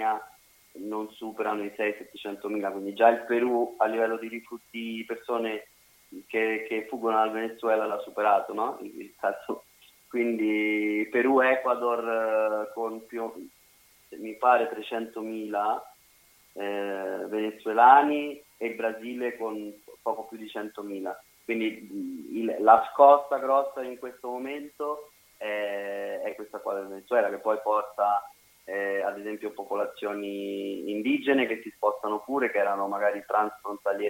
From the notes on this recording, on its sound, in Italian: Al telefono